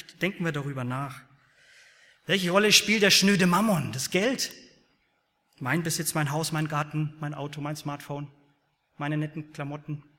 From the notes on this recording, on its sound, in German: aus dem Gottesdienst der Liebenzeller Mission